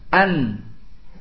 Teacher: dia bersandar pada tempat keluarnya, itu ujung lidah dengan gusi atas · Term: nun sukun